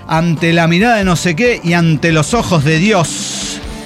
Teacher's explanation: Lo que hacen es pronunciar la S exageradamente, la S final. · le hiperpronuncia la S final.